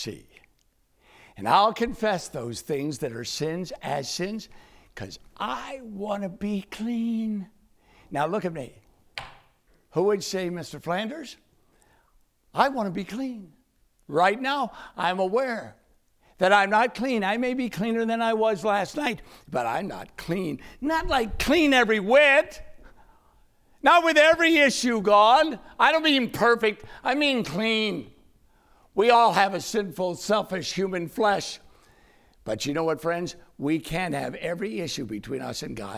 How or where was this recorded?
large echoing room